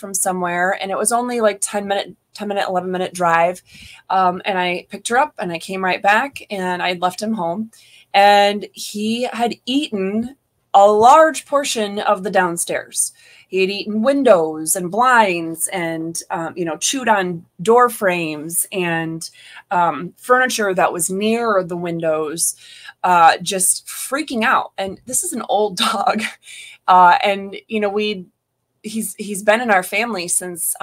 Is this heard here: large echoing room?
no